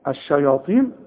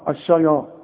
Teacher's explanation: الطاء مفخمة لكن مكسورة اخر درجات التفخيم · Shown in: first take